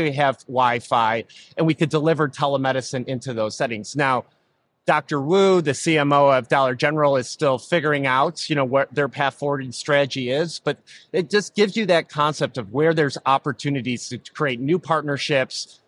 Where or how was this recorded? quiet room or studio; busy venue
busy venue